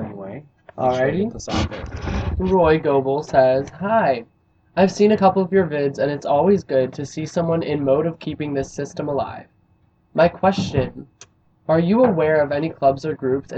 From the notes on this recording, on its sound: This is a collection of recordings we have made throughout 2017 and never used in an episode. There also is quite an inconsistent sound quality due to the variety of recording sources.